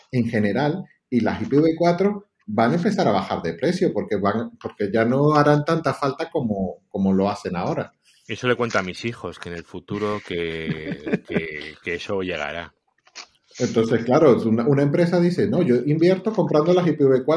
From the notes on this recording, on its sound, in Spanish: Nos hemos juntado 5 amigos a charlar. Alrededor de una sala de Zencastr y hemos grabado algo más de una hora de charla informal.